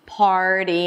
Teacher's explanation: It's a flat T. So it actually sounds like a D sound. · IPA: pɑːrɾi